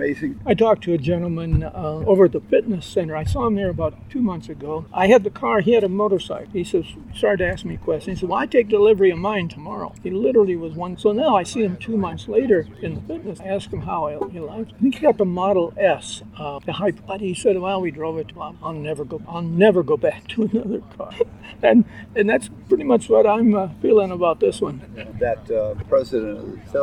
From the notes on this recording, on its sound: This show was recorded outdoors and has sub-standard audio.